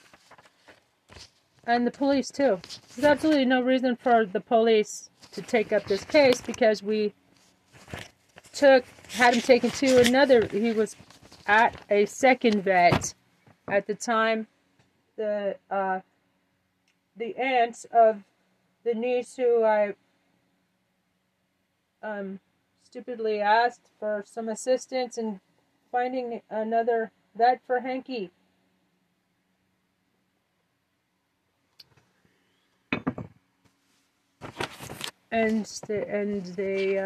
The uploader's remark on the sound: This is outside the courtroom. IN TUCSON ARIZONA.